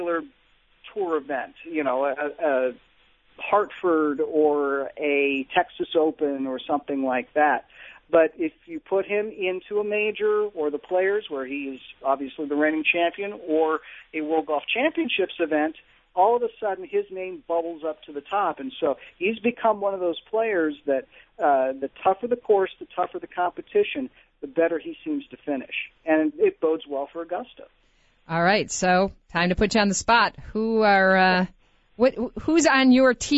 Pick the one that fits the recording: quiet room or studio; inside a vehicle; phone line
phone line